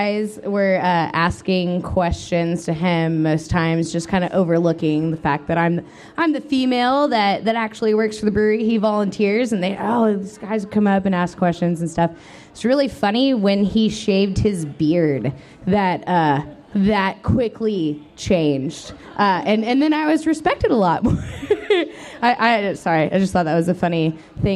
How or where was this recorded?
live audience